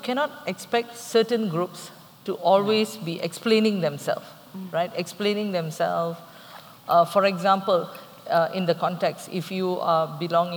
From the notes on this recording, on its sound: TASME TiME Live at the ASME ASM. We had a pleasure of hosting a special live episode of TASME TiME.